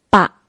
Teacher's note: 注意这个读的时候口型稍大，停顿一下，并且音是比较低的